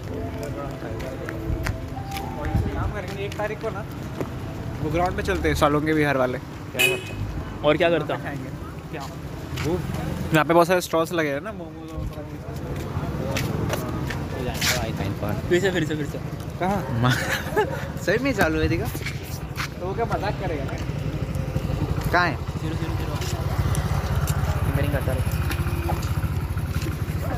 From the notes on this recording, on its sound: we recorded our audio into a coffee shop